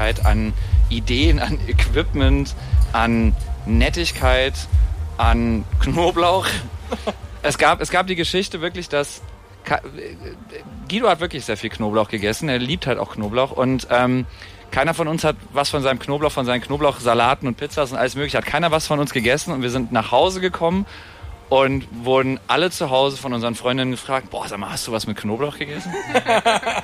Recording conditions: busy venue